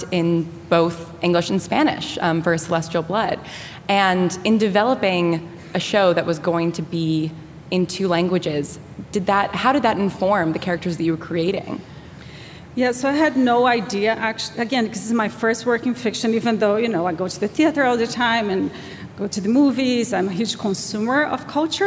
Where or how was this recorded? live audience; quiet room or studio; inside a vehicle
live audience